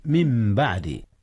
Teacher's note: من بعد قلبت النون ميما وأرغمت في الميم التالية، من باب إدغام المتماثلين. · Term: إقلاب